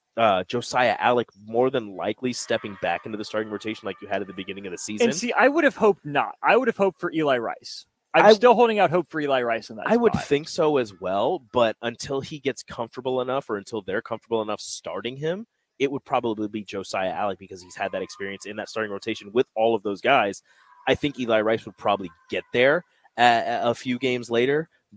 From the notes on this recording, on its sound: LIVE from CHI Health Center